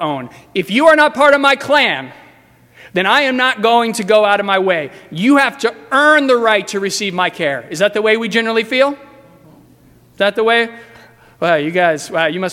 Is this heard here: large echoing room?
yes